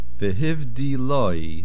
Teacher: The main accent is on the lamed.